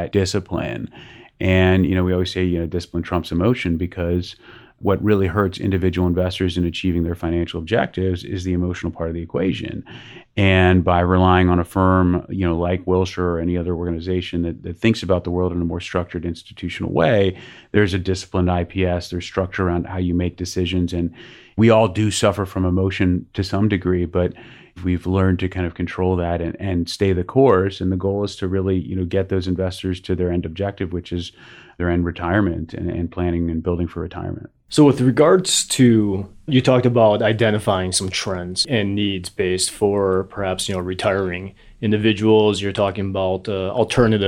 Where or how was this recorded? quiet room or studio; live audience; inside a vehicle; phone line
quiet room or studio